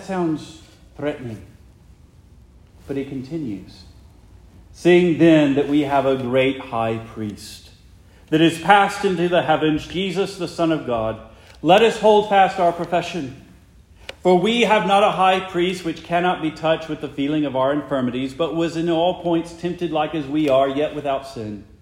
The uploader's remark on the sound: Preached the morning of August 6, 2023, for the Heidelberg Presbyterian Church in Heidelberg, Mississippi.